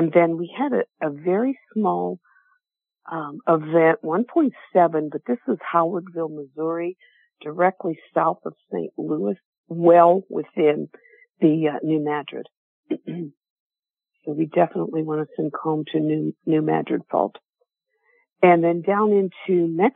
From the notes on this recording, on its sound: Conference Call LIVE.